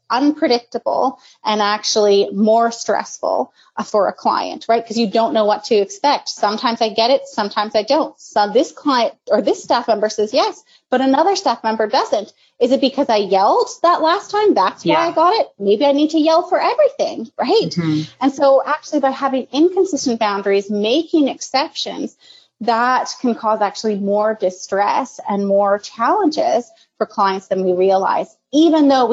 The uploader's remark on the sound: This is an audio only version of an HSABC webinar originally broadcast on May 20, 2020.